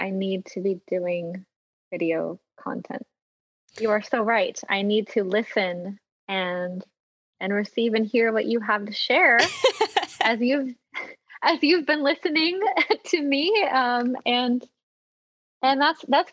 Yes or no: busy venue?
no